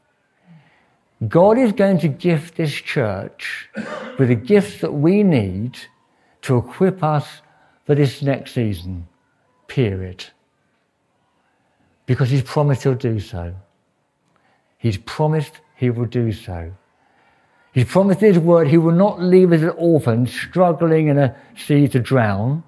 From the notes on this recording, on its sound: This sermon was preached at Welcome Baptist Church on Sunday 29th October 2023.